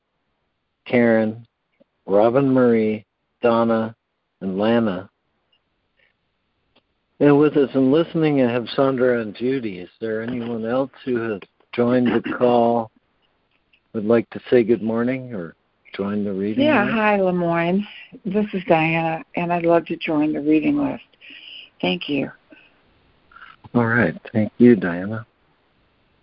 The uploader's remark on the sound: ACIM Daily Conference Call.